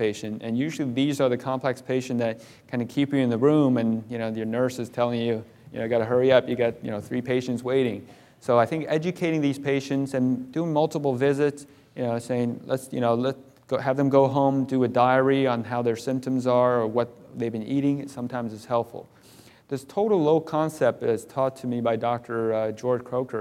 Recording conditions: live audience